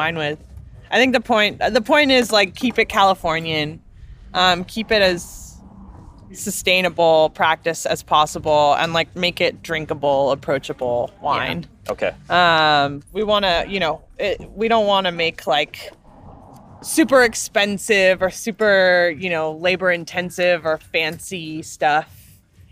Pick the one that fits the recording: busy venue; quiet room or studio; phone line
busy venue